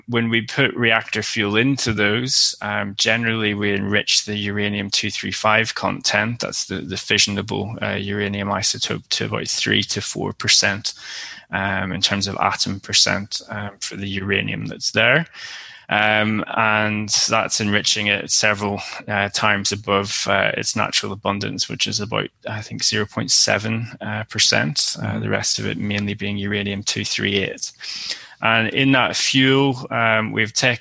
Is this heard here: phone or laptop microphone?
no